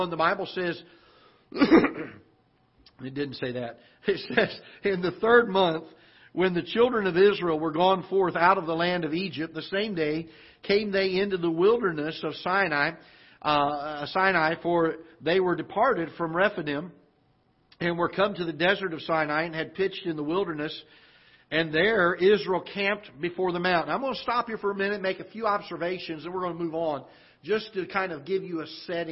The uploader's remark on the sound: Ketha Heights Baptist Church ~ Live Broadcast